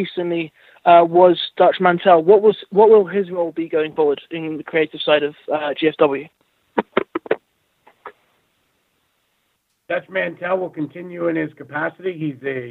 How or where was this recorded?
phone line